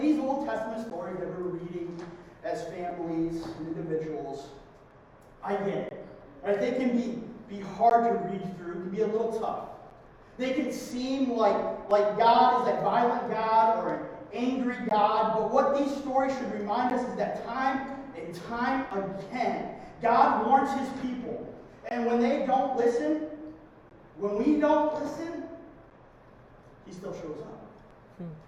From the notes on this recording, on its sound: Due to technical difficulties the sound quality of this week's sermon is less than our standard